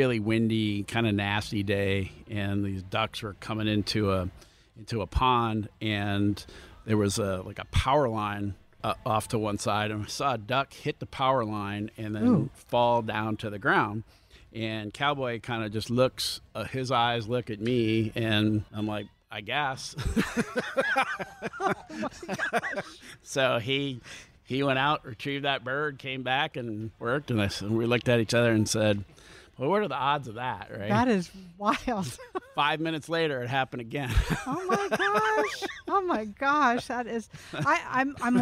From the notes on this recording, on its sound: Recorded at Tusculum Brewing Company